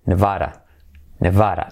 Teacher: Y esa D, que se haría casi como una, o prácticamente como una R suave